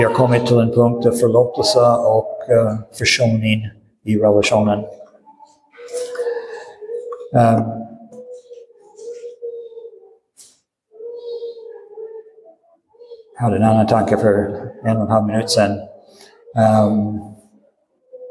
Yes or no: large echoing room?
yes